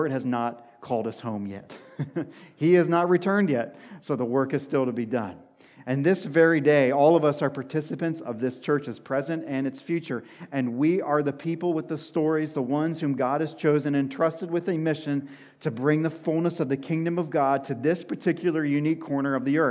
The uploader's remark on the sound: sermon at Washington Union Alliance Church